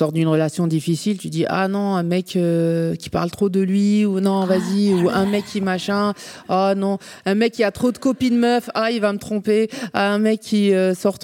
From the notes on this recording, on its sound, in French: enregistré en mars 2022 à la Scala Paris